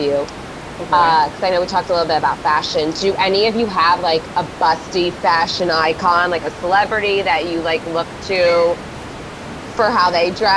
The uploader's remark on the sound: We apologize for the sound quality for the interview as we were working with a new system and could not get rid of the background noise!